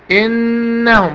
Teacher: النون المشددة والميم المشددة حكمها غنة